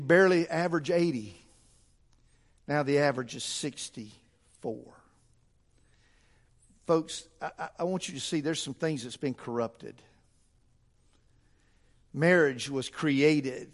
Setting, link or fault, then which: setting, large echoing room